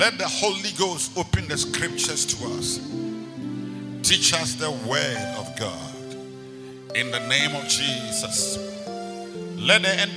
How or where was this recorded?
large echoing room